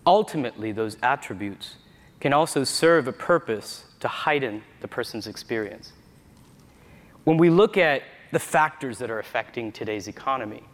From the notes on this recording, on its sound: We relive a session from the Retail Innovation Conference & Expo.